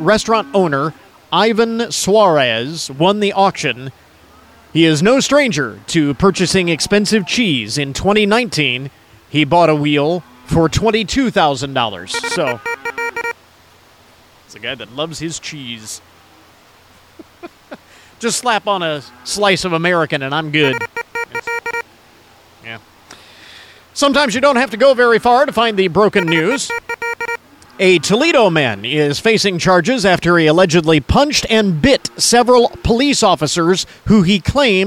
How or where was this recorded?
busy venue